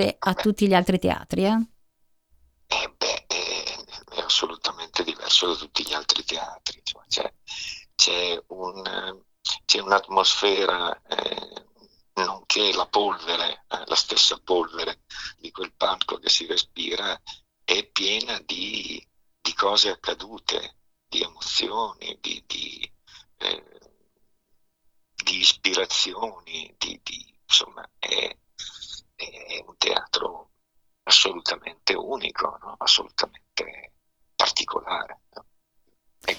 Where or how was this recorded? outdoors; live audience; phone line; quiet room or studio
phone line